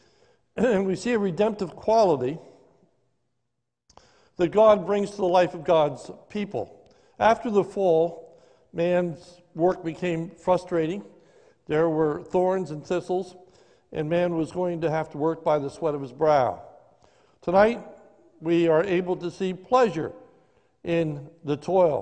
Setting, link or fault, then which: setting, large echoing room